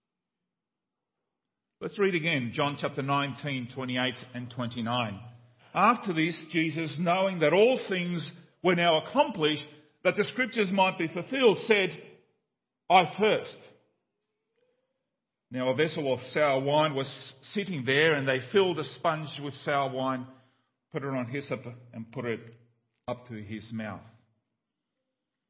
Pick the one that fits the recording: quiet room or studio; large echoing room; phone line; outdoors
large echoing room